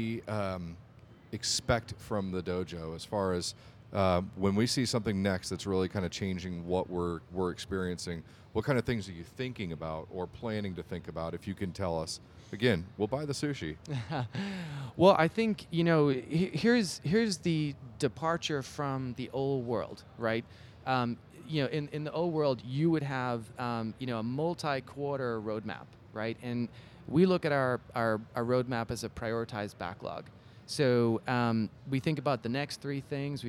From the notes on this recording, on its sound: Live from EMC World 2016!